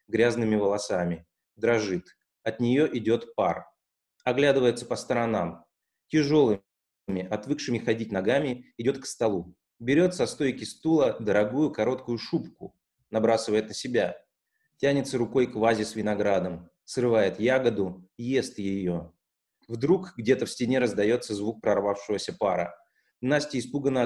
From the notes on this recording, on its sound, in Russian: Читка состоялась в формате zoomconference 4 и 6 мая 2020 года. Запись онлайн читки пьесы. Читка состоялась в формате zoomconference 4 и 6 мая 2020 года.